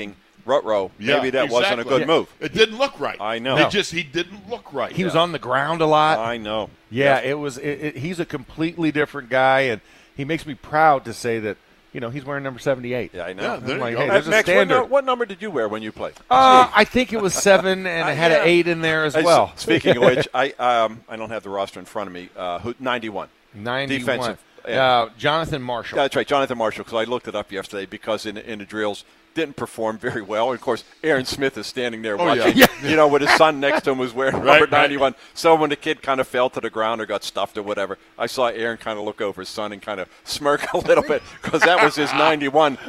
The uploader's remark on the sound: In the Locker Room Live from Steelers Camp Day 7.